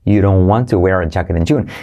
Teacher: Fíjate cómo digo you don't, convierto la D en una R suave. You don't want to wear a jacket in June.